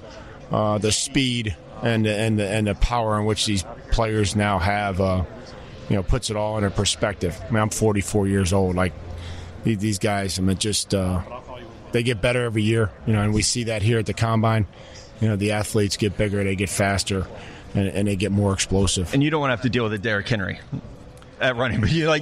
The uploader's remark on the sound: Live from NFL Combine